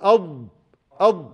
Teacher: غيره يخرج من بقعة دقيقة، يخرج من نقطة صغيرة جدا، لكن حرف الضاد شغل هذا الحيز كله، فامتد الصوت من هنا إلى هنا، امتد الصوت من أقصى الحافة إلى آخر أقصى الحافة برضو · Term: الاستطالة